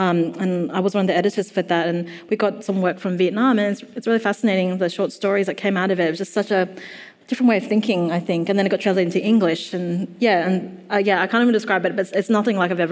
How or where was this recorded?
live audience